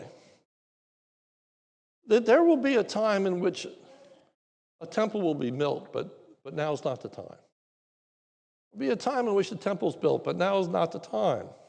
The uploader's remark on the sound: This is a sermon recorded live at the Lebanon Bible Fellowship in Lebanon, PA. During the morning service.